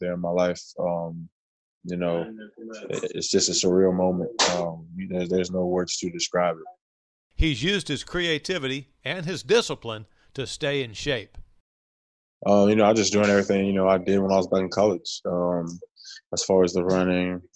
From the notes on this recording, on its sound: Virtual Presser. Talks with the media in a virtual press conference.